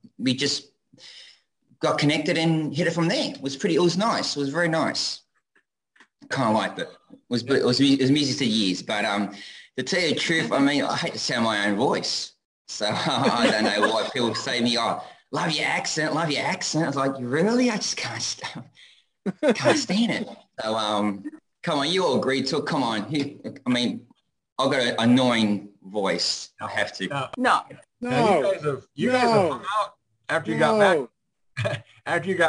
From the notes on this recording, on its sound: We had an INTERNATIONAL guest. Hails from Australia and it was so pleasant to hear her voice on our Zoom Show!